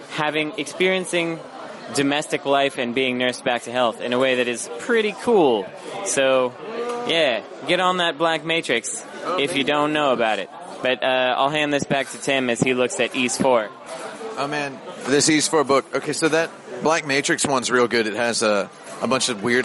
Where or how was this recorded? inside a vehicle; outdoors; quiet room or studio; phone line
outdoors